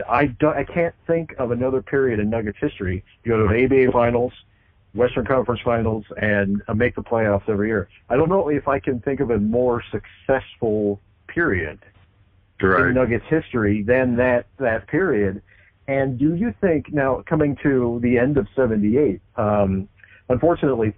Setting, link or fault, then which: link, phone line